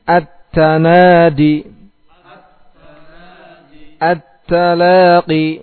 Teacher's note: At ditekan dulu, setelah itu dihamaskan.